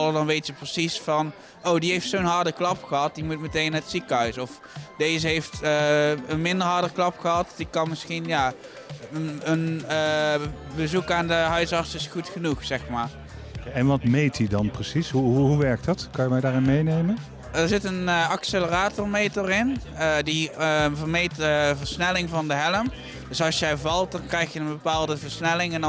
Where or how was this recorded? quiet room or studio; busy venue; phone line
busy venue